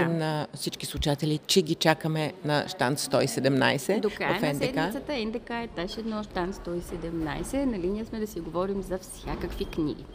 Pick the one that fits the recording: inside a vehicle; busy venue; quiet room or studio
busy venue